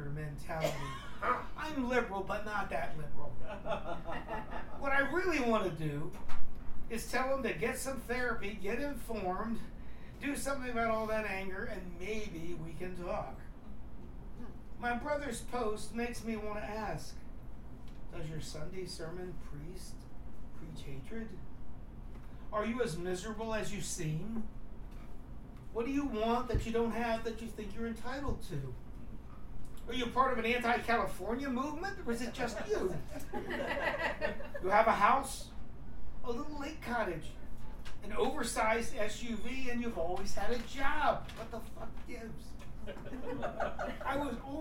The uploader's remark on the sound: at the Poets Speak Loud poetry and spoken word open mic on January 28, 2019, at McGeary's in Albany, NY